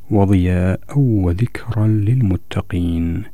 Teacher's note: هذه الكلمة المنونة ب الفتح أدغمت في الواو · Term: أدغم التنوين في الواو